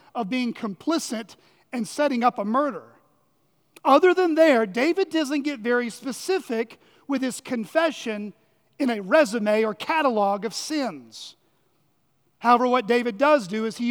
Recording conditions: large echoing room